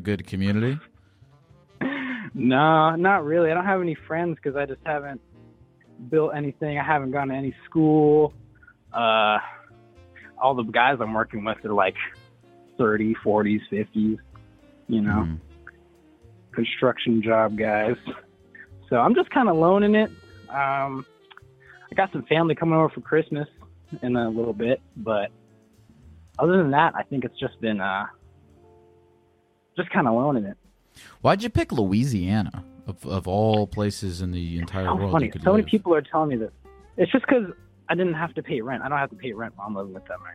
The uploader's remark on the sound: A caller kills time waiting for food